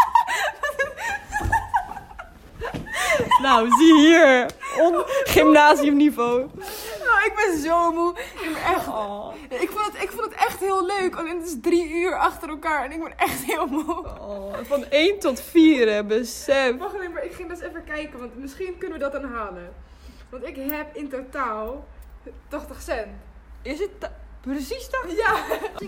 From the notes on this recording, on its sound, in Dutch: Door de wind is het gesprek soms moeilijk te verstaan en dat spijt ons. We hebben veel audio niet kunnen gebruiken door het slechte geluid, dus bij deze beloven wij dat we nooit meer in de wind zullen opnemen.